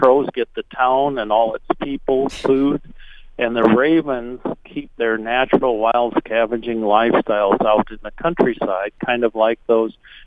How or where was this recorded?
phone line